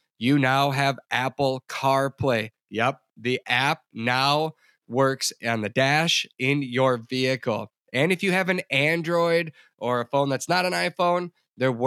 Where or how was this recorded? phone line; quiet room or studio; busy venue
quiet room or studio